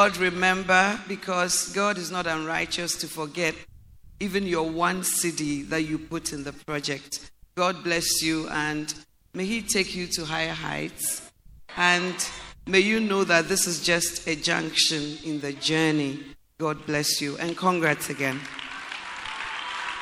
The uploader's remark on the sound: Preached at The Way Cathedral, Ayawaso-Ghana